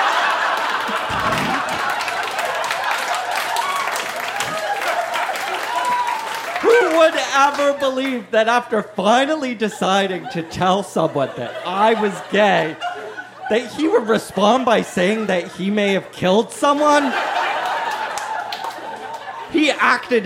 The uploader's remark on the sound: Recorded live at The Company House in Halifax, NS.